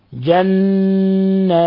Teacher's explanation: نون مشددة في جنات تغن مقدار حركتين